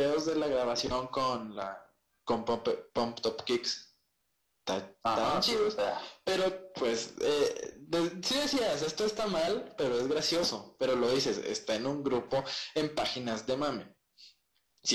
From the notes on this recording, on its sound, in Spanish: Lamentamos el Audio fallo.